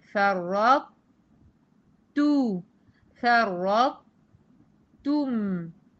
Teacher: بحتفظ باستعلاء الطاء وانزل على ت مضمومة، بس تو وانزل على ت مضموم، فرط تو فرط توم. · لم يتم الإدغام بالكامل لأن التاء ضعيفة تبعا للرواية، لم تستطع استيعاب الطاء كاملة · Term: ادغام متجانسين صغير واجب ناقص